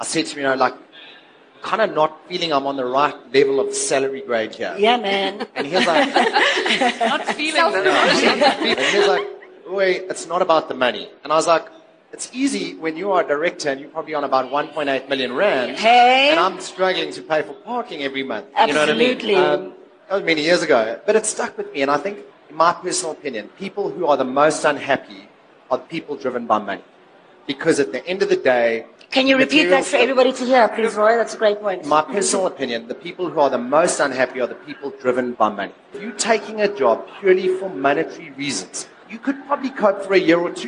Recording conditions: live audience